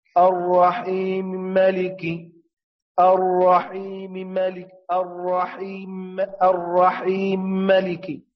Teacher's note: ويمتنع طبعا الغنة لعدم كون الميم مشددة